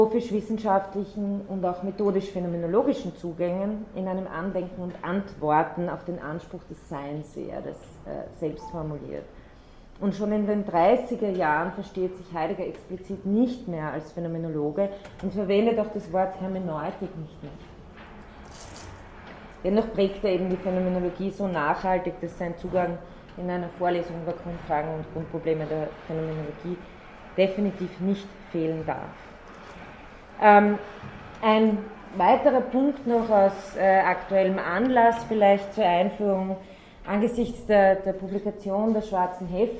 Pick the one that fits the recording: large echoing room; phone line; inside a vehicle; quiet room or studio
large echoing room